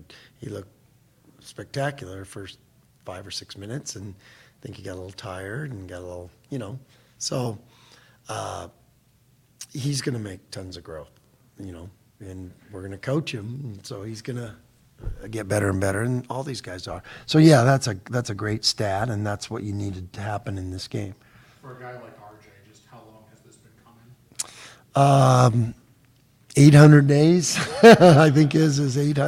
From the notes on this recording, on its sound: LIVE at ExtraMile Arena